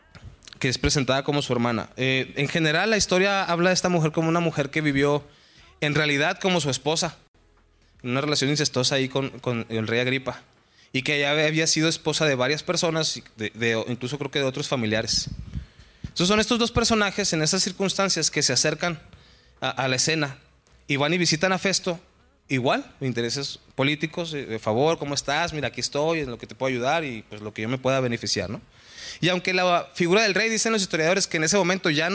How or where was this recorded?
large echoing room